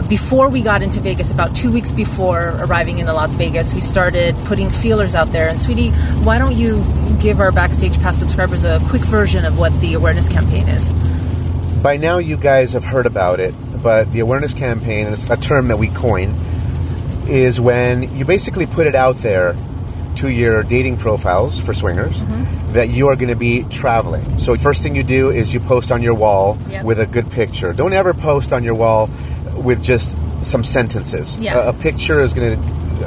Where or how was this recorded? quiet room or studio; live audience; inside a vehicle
inside a vehicle